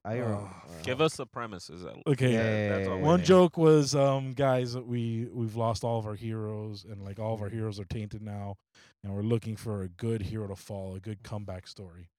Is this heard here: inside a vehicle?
yes